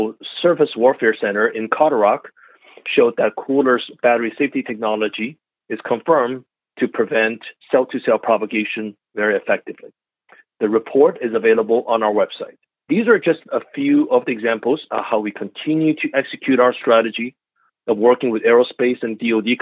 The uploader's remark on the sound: the recording of the shareholder update call from March 29th, 2021 at 12pm EDT